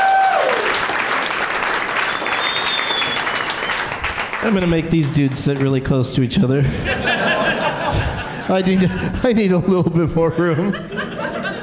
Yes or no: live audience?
yes